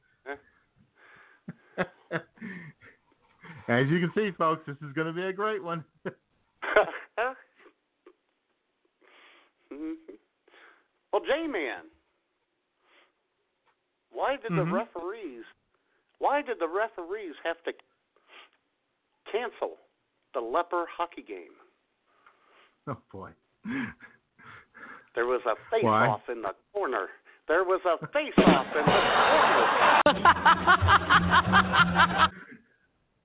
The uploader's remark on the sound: through your phone calls on the Punchline Hotline